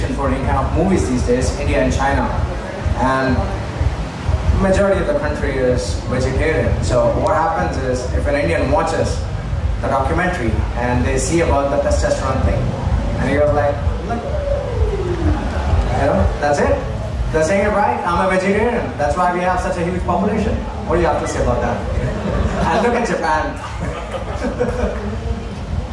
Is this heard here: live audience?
yes